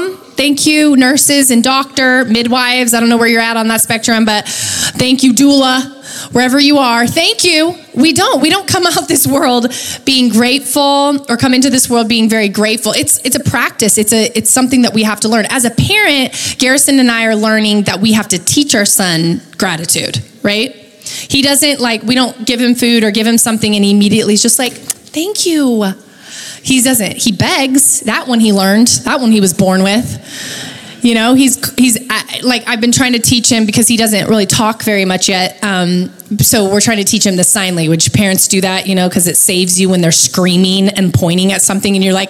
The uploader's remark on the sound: Recorded live at Capital Church in Meridian, Idaho